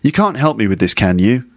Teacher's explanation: can is pronounced fully. But can't is still that sort of weak form without strong T sound.